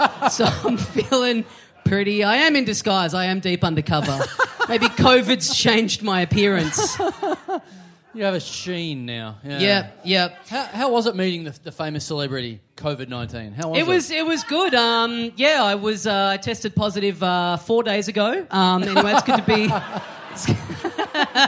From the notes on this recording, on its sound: we're back on our home turf for another HUGE live episode